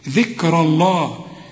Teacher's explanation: شوف إذا وقفت تقول ذكر، إذا وصلت رقق الكاف برضو وحنفخم الراء لأنها مفتوحة